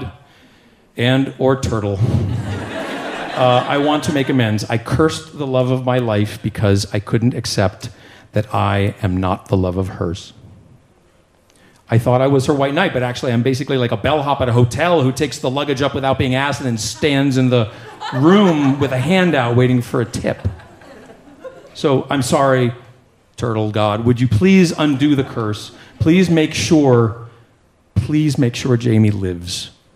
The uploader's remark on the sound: Live at the Bell House